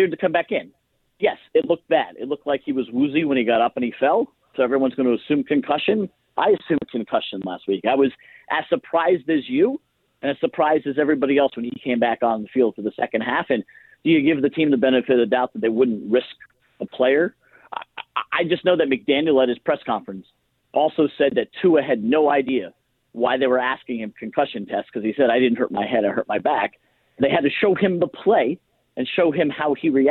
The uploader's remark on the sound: Callers call